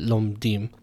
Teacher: the short ed from lomed gets lenited into a schwa, and so you don't have it, lomdim.